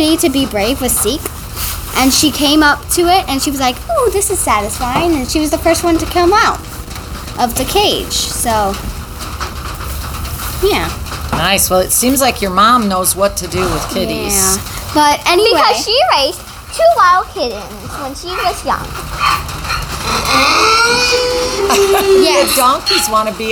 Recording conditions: background noise